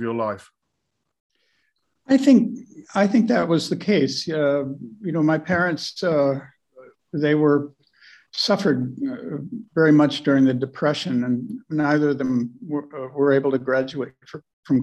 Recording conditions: video call